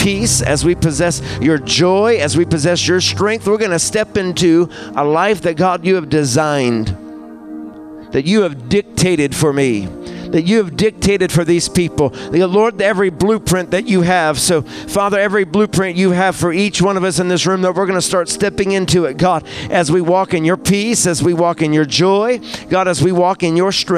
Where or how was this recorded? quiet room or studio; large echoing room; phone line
large echoing room